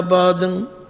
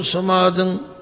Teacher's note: ਅਖੀਰਲੇ ਅੱਖਰ ਦੇ ਉੱਤੇ ਜਿਹੜੀ ਟਿੱਪੀ ਲੱਗੀ ਹੋਈ ਹੈ ਉਹ ਨੱਕ ਵਿੱਚ ਬੋਲੇਗੀ